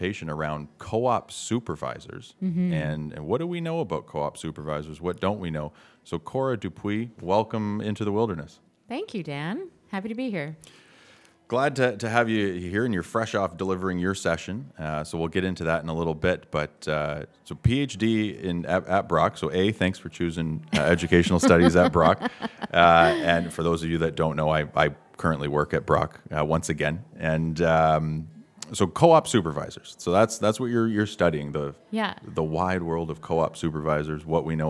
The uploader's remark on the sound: Live from the 2023 CEWIL Conference in Halifax, NS